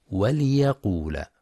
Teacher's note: يخطئ بعضهم فيقرأ وليقول بسكون اللام الأولى، والصواب كسرها